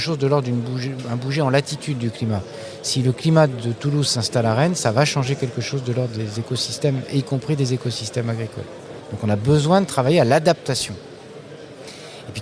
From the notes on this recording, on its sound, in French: En direct de l'Espace podcasts de la 36ème édition du SPACE